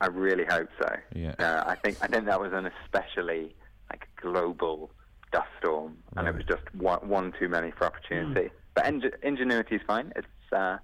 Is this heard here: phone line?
yes